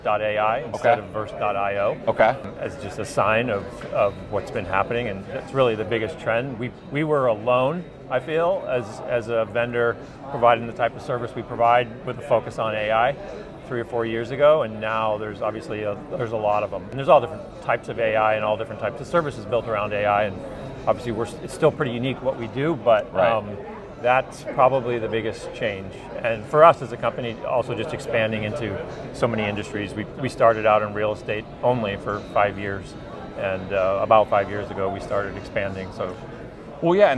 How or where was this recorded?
busy venue